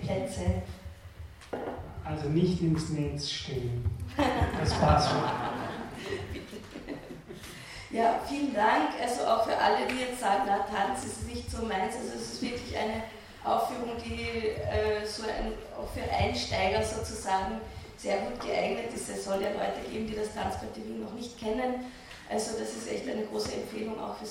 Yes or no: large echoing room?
yes